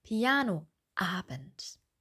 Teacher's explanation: Wir verbinden das nicht, wir trennen das. · Term: Vokaleinsatz